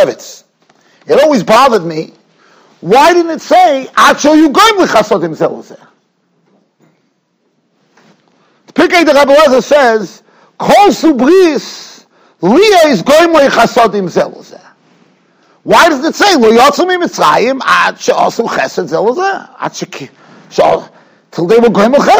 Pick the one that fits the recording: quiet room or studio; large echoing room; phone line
large echoing room